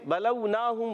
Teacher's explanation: واو ساکن سے پہلے زبر واو لین نرمی سے ادا کریں گے